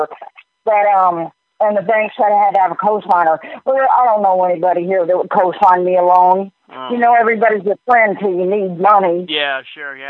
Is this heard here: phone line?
yes